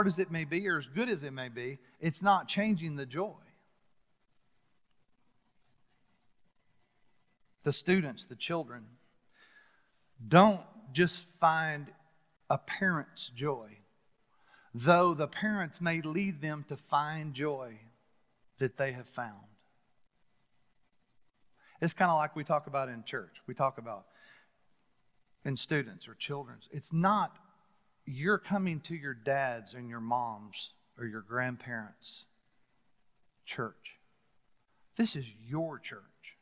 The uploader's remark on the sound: Recorded live at The Fellowship at Mt Juliet